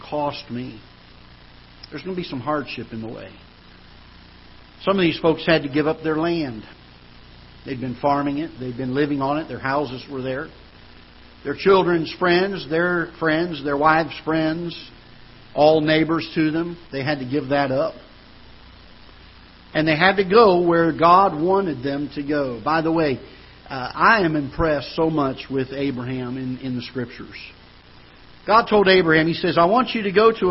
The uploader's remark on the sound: Ketha Heights Baptist Church ~ Live Broadcast.